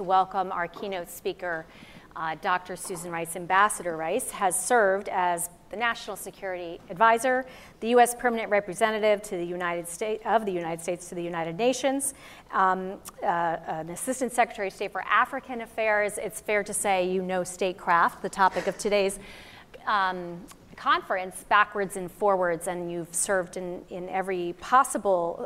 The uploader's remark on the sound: a keynote discussion at the Future Strategy Forum conference on April 2, 2019